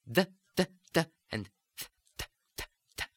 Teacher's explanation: In Italian, these are pronounced exactly the same way the T was above. They are the Italian dentals, and you have the tongue hitting the back of the teeth.